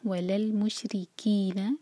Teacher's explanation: لام پر جھٹکا نہ آئے، لام ساکن پر